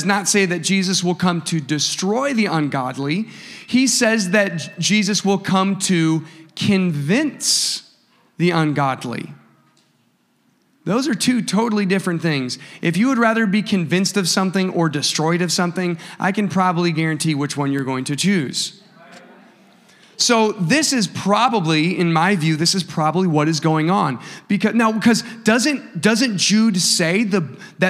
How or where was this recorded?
large echoing room